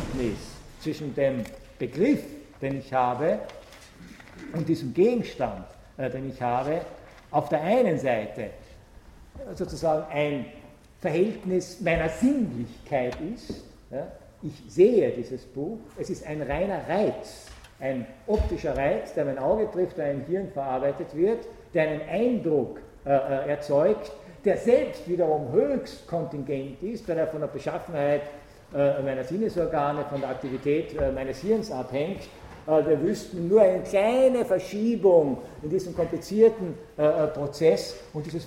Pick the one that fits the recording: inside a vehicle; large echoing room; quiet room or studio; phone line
large echoing room